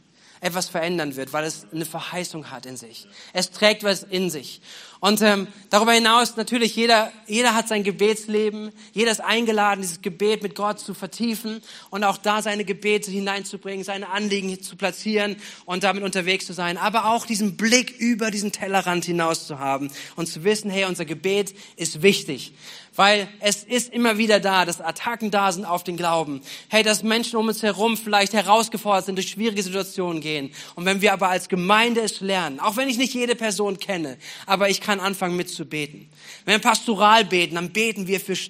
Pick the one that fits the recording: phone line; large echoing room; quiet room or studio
large echoing room